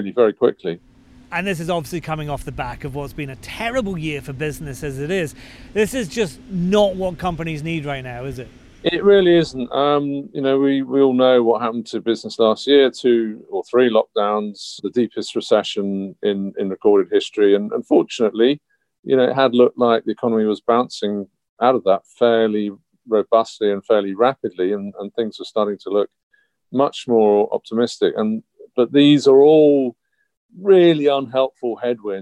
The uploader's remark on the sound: Recorded at a petrol station in East London